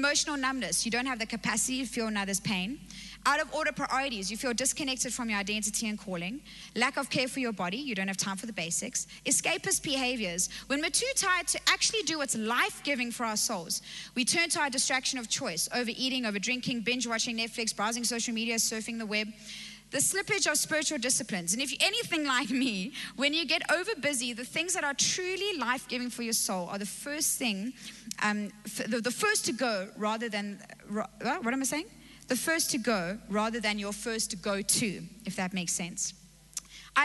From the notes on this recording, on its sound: Recorded live on Sunday the 7th November 2021